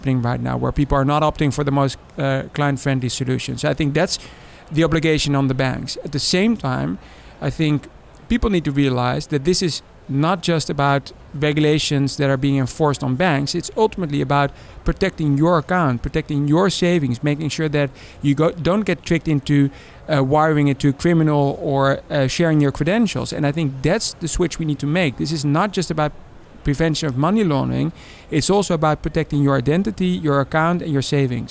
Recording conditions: busy venue